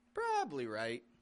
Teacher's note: We still do peak our voice up on the pra.